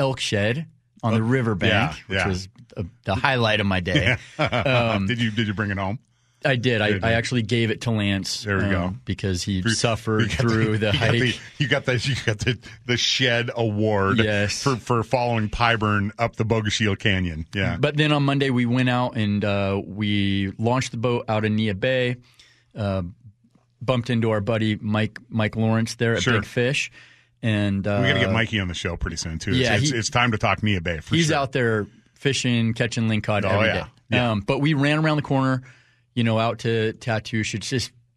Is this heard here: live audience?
no